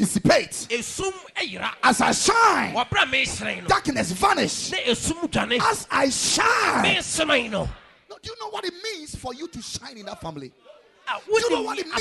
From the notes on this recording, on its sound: Preached at the Ekklesia Chapel.